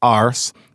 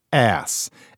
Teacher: So you talk about somebody's arse, and here in America, that just seems kind of British. What would happen if you dropped the R? Then you get the ass.